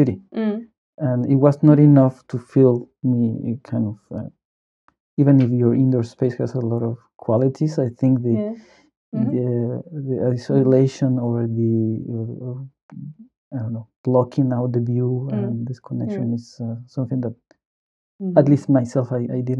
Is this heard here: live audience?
no